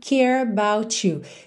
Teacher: ele enrolou a língua aqui no care, porque ligou com about